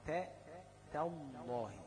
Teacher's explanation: تالله خد بالك ان التاء والالف ايه مرققه، مش تالله، لا تاء تالله. اللام هي اللي مفخمه لكن التاء والالف ايه مرققه. التاء من حروف الاستفال والالف تتبعها في الترقيق.